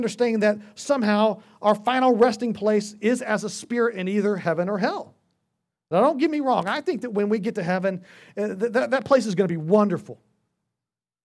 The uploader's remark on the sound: Sunday Worship Service - Live stream